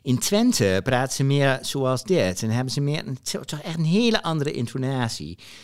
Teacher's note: En het is meer nasaal. So they speak more through the nose. And the T's are very, like, there's a lot of breath in there.